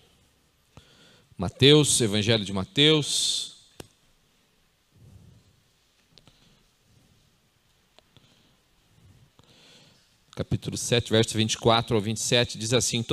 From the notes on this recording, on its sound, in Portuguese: em nosso Culto de Celebração onde estamos trabalhando como tema o Mês da Família, dia 06/09/2020 na Igreja ABA Curitiba (Transmitido ao vivo)